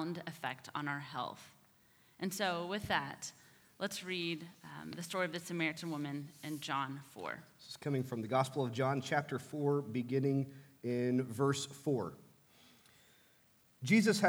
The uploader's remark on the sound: from our Thrive service in Asbury Hall